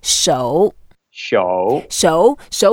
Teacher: So when we have the third tone in Chinese, we sort of make an effort. Just go down first and then up.